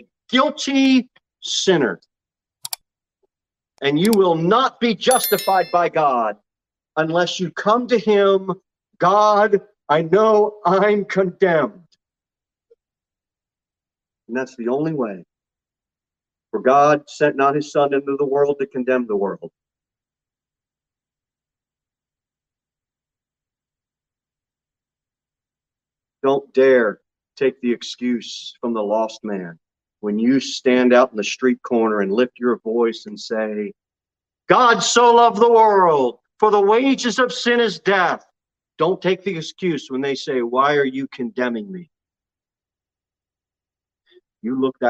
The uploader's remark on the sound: Sermon delivered at Pilgrim Baptist Church on Sunday, April 10, 2022 at 11 am. Jere Whitson Rd.